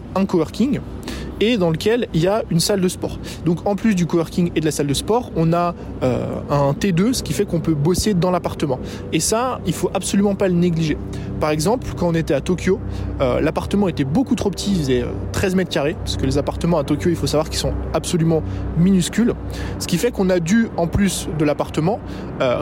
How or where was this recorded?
outdoors